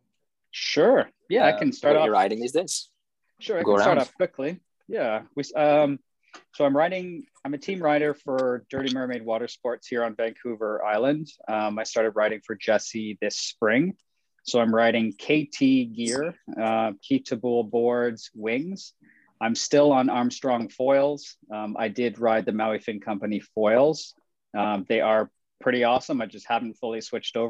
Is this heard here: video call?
yes